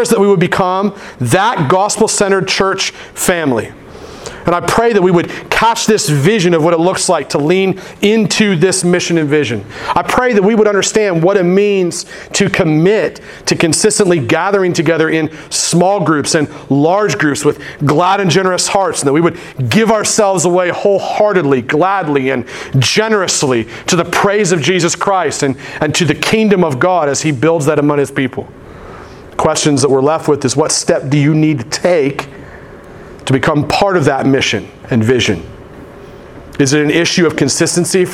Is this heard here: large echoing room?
yes